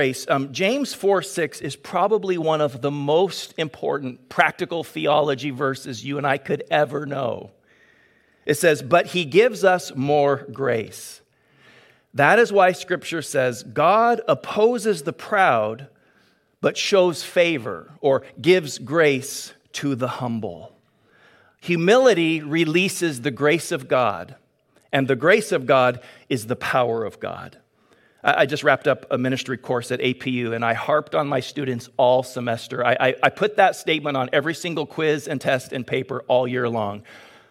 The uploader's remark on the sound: Delivered on 22 May 2022 at Grace Church of La Verne. Delivered on 22 May 2022 at Grace Church of La Verne.